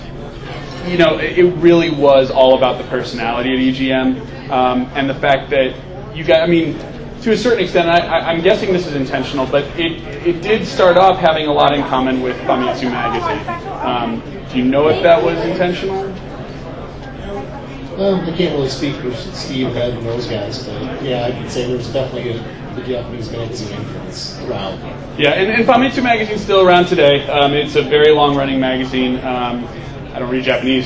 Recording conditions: background noise